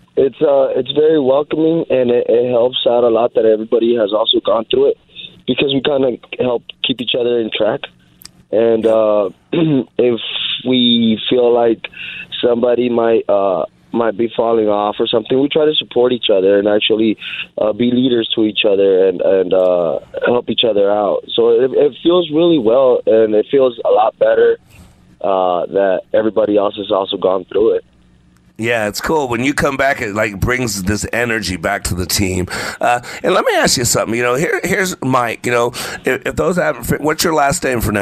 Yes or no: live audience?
no